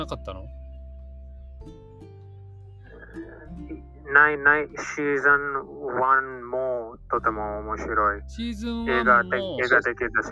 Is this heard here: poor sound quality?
yes